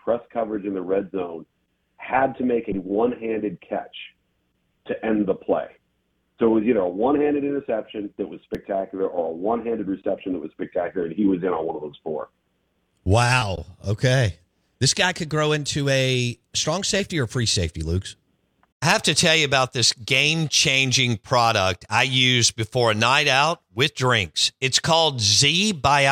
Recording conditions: phone line